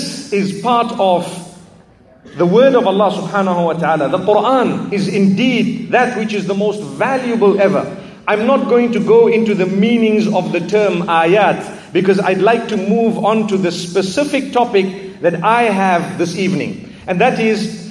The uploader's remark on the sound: This is a lecture delivered at the Aayaat Conference by Connect Institute in Manila, Philippines.